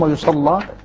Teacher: ورش من بينهم يغلظ اللام